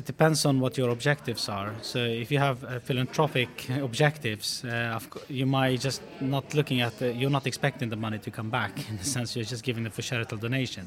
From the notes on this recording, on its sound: The second of two episodes recorded in partnership with CFA UK at their conference on the topic of ESG Investing and the associated practical realities, where we spoke to a number of the speakers from the event.